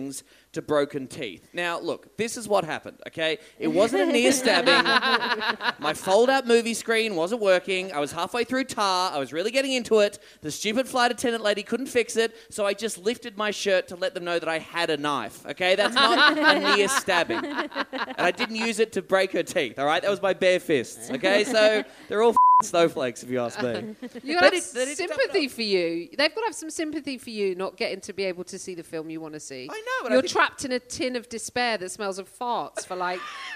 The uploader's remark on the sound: Live from Edinburgh Fringe! Recorded in front of an audience at the Edinburgh Fringe Festival.